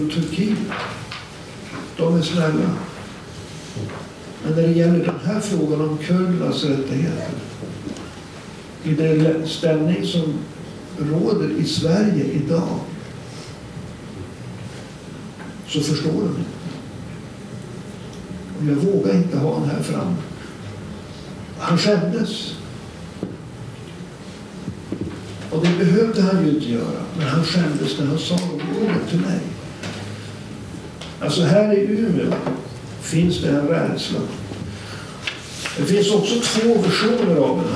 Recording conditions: live audience